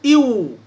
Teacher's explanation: فالواو بضم الشفتين نخرجها